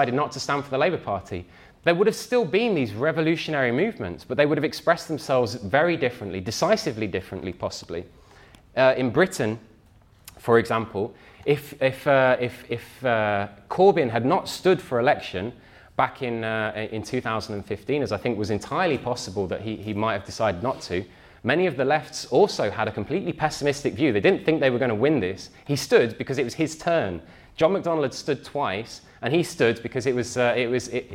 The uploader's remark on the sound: talk from Revolution Festival 2019